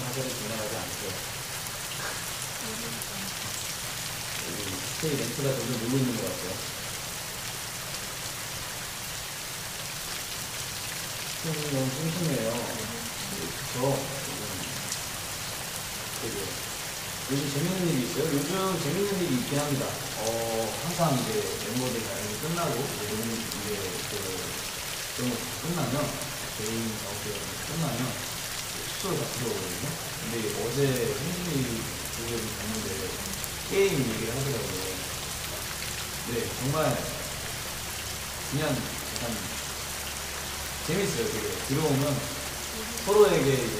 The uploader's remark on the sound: Talking for around 7 minutes +rain sound. Asmr.